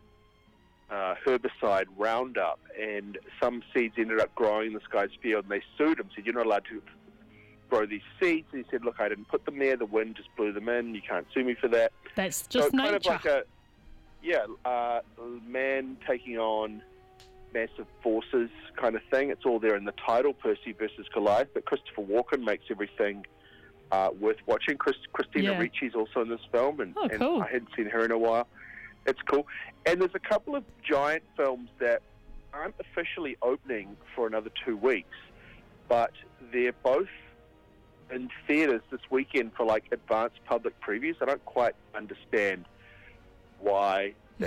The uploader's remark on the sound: phones up